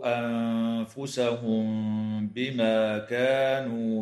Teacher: تخفى النون الساكنة عند الفاء مع الغنة مرققة في كلمة أنفسهم